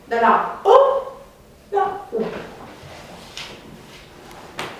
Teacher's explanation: În închiderea vocalei scurte O la U. Deci O scurt, în silabă finală, în latină, se închide la U.